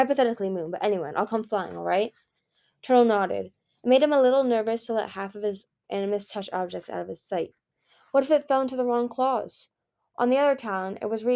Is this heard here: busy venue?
no